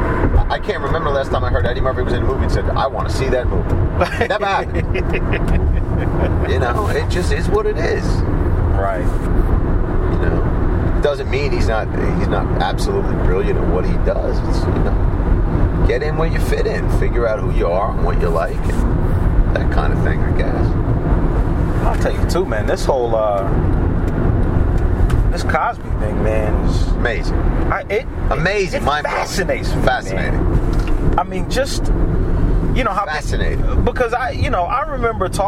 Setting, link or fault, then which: setting, inside a vehicle